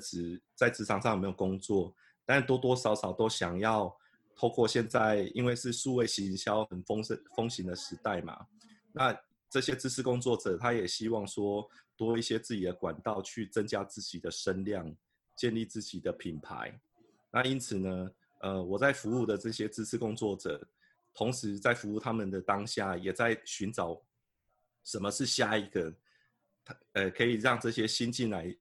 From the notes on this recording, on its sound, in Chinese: 本節目用Zoom錄製，我現在人在台中跨界共生公寓～。